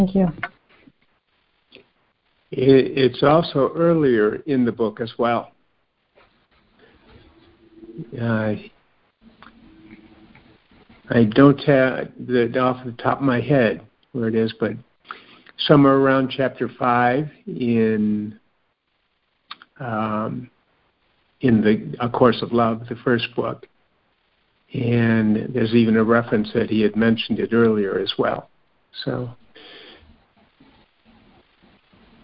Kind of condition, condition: link, phone line